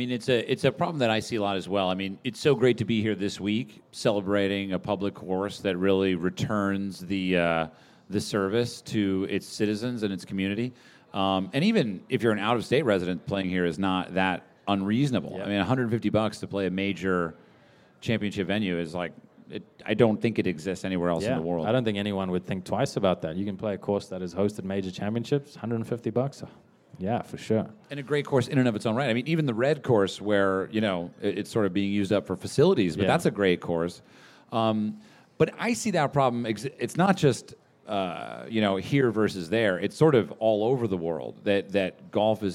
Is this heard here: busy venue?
yes